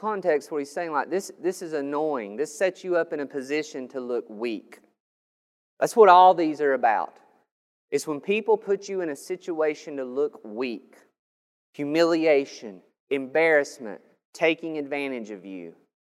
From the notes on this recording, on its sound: This sermon was recorded on May 9th, 2021 at Matthew's Table Church in Cleveland, TN